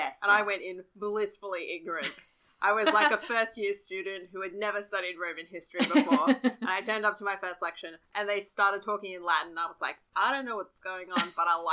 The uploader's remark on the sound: Advance apologies for the variable audio quality on this one!